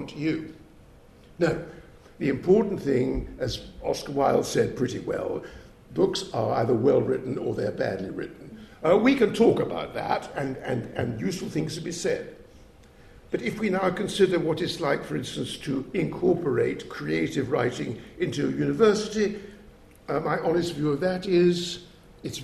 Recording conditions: live audience